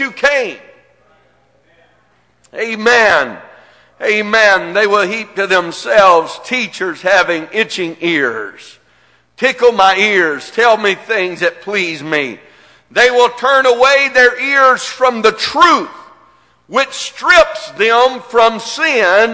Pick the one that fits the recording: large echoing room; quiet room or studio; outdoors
large echoing room